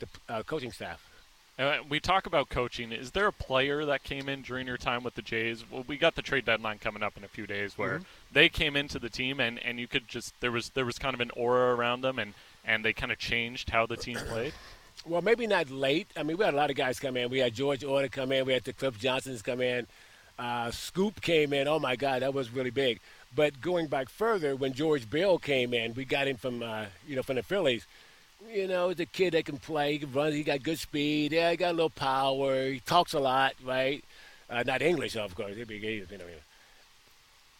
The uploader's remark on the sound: live on location at the Jays Care golf tournament for The People's Show